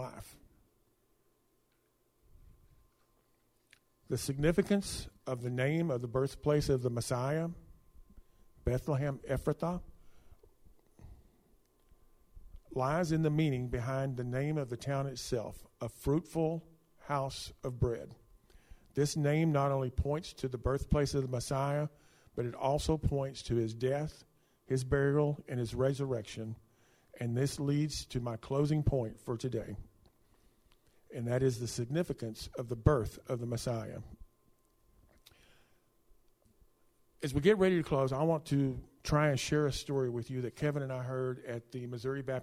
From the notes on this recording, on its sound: Speaking at Soma Community Church in Jefferson City, MO on Sunday morning 17 December 2023.